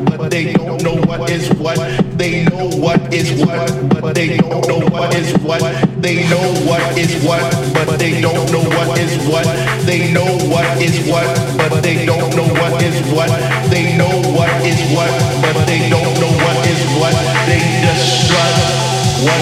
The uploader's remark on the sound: Live From EDC Las Vegas 2022.